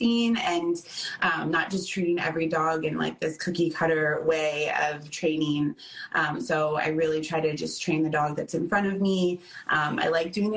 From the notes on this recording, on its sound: This episode was downloaded and recorded on Instagram live so please mind the audio.